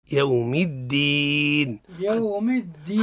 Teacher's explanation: يوم الدين نعطيه الشدة ونعطيه الجهر، يوم الدين يوم الدين حتى لا نقع في الحرف المجانس له، يوم الدين يوم الدين. · Term: الشدة والجهر